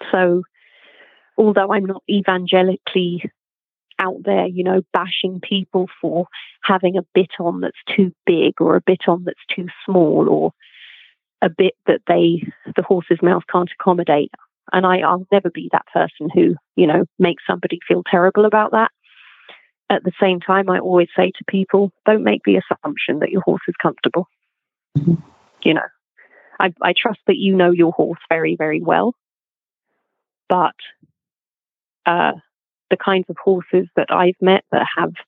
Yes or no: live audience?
no